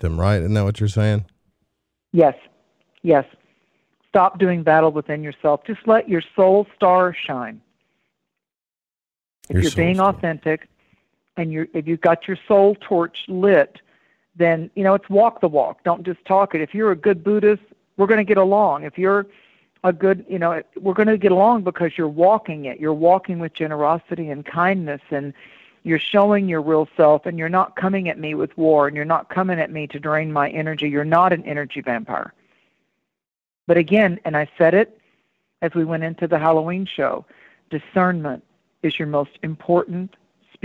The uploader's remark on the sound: takes live calls